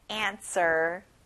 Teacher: 가운데 W가 있는데 W 발음은 안 나요